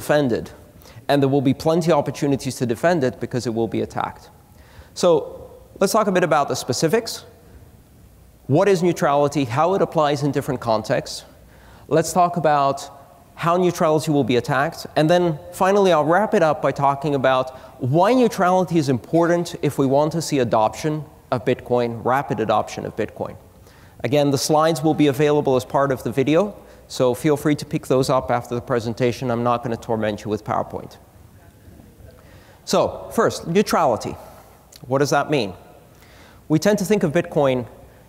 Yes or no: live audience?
yes